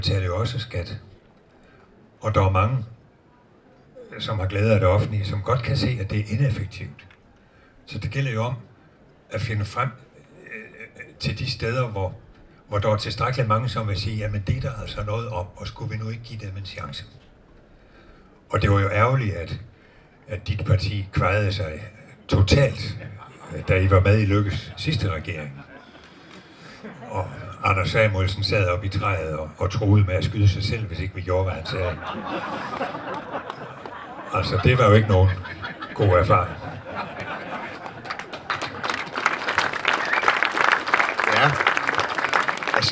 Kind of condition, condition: setting, busy venue